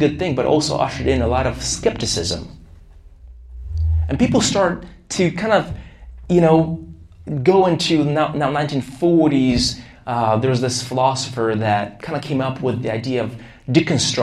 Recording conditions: large echoing room